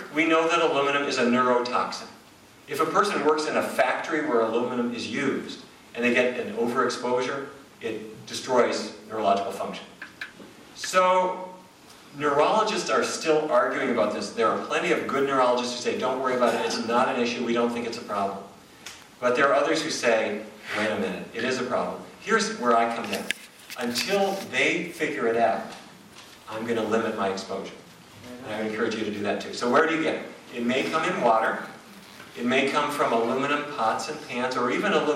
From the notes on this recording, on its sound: a lecture in Vancouver